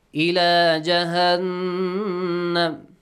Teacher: نون مشدد nasal sound two counts